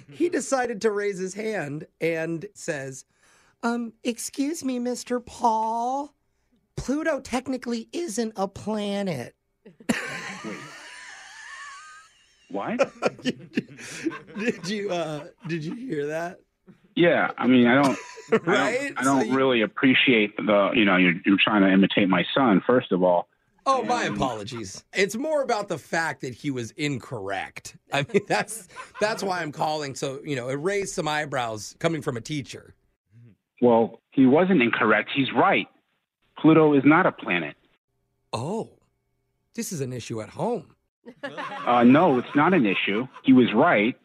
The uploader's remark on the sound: Phone Tap